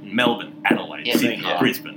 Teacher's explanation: most of our place names, Australian culture tends to go with the hard stress first.